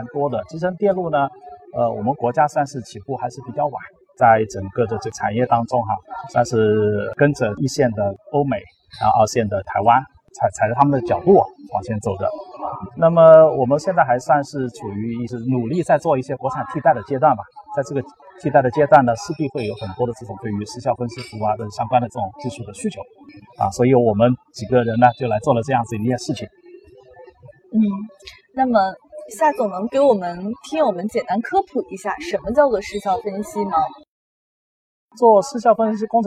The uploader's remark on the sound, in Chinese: 2019年慕尼黑电子展现场